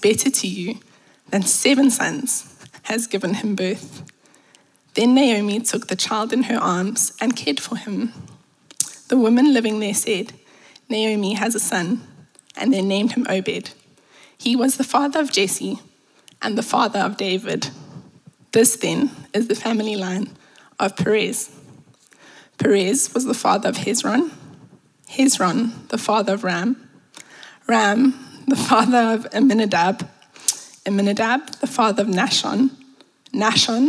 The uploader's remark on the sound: at Common Ground Church Rondebosch on the 19th of November 2023.